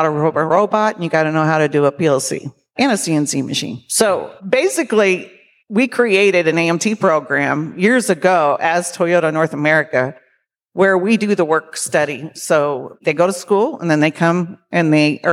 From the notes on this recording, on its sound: Today’s episode of MakingChips is recorded at a special LIVE Tri-State Manufacturing Alliance (TSMA) event in conjunction with the Evansville Regional Economic Partnership.